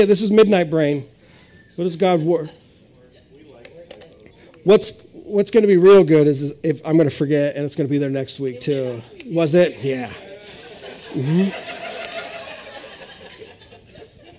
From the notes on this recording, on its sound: This is audio ripped from the Live Service video.